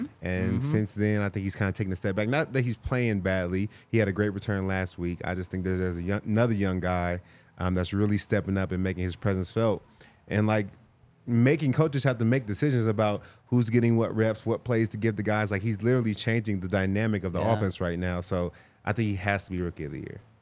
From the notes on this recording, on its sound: coming to you LIVE from the DNVR Bar